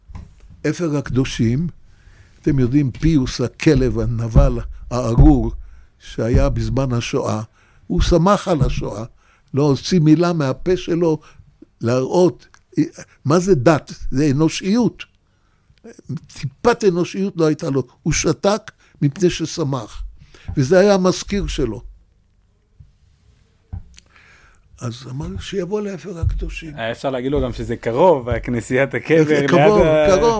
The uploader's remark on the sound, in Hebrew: המקום בו הקלטנו את הפרק הוא בית המדרש שערי ציון ביד הרב נסים בית מדרש לרבני ערים.